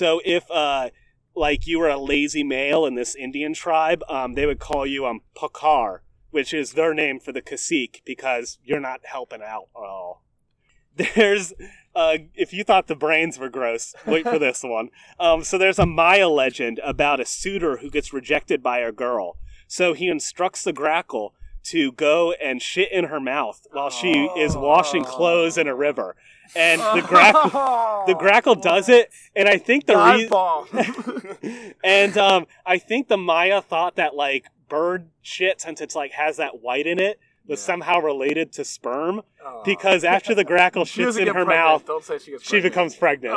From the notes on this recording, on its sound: Dirty Bird is recording on Goat Island in Lake Gaston, NC! This episode was recorded very early on in the pandemic before travel bans, ect. Please excuse any wind, boat noises, or poor audio quality.